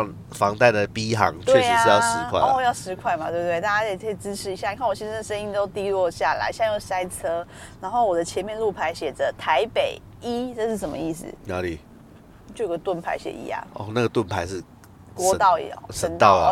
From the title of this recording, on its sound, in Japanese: ドライブトーク！(開車聊天)